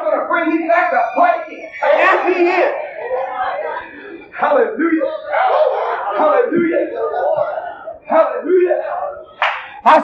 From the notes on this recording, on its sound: preaches at West Palm Beach Conference in 1976